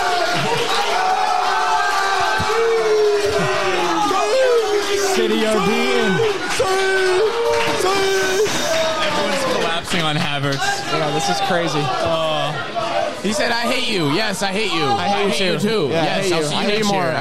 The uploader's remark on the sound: CHAMPIONS LEAGUE FINAL LIVE WATCH! We’re live from Old Magoun’s Saloon in Somerville MA for the CHAMPIONS LEAGUE FINAL. We have a few special guests, more than a few beers.